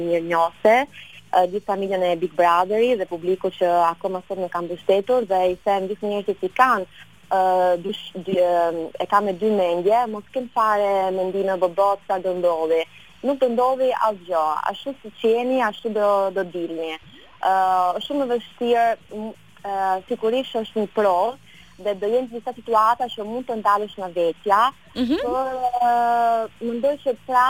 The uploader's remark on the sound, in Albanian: E ftuar nëpërmjet një lidhje telefonike për “Live From Tirana”.